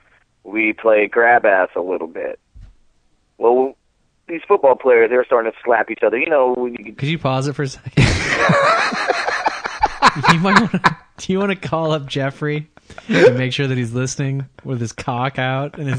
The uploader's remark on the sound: take some listener phone calls